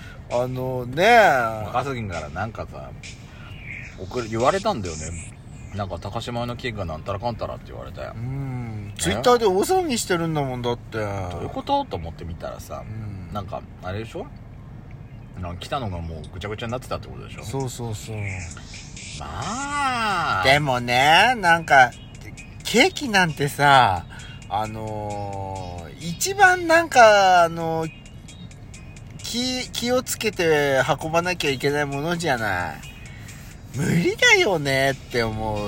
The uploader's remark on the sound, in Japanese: 2人組。パーキング収録。